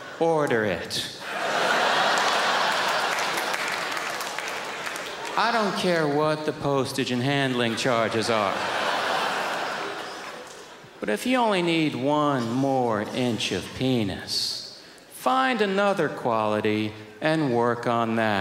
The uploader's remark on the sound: brings his dry, piercing wit to the 2003 Just for Laughs Festival in Montreal